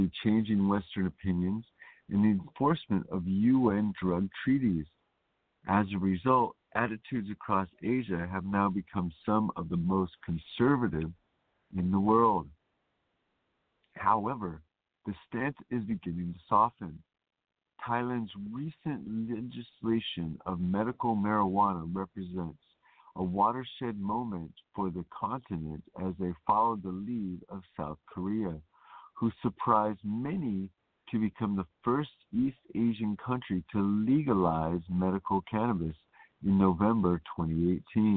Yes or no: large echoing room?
no